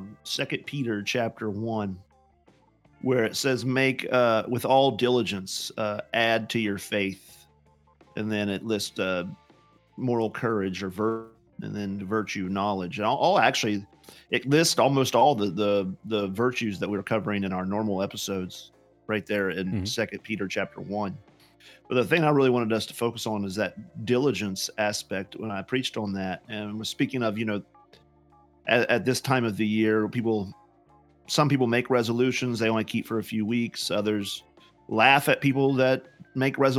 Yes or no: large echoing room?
no